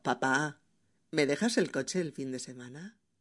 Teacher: Hay esa pequeña pausa, esa pequeña pausa y ese ligerísimo, ligerísimo descenso de la entonación cuando decimos este tipo de frases.